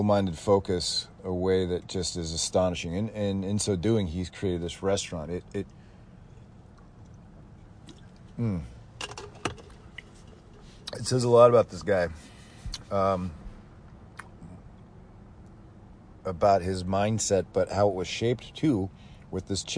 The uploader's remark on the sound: Coming to you live from an alleyway in Roseville and damn if it isn’t the cleanest alleyway in the tri-state area.